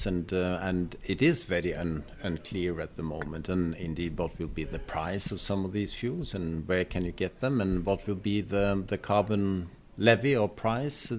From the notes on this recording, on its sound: Optimism overflows in Oslo. The first in a daily series of podcasts live from NorShipping.